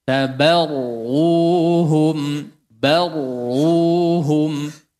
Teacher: Ba fathah tipis, ra masuk tebal.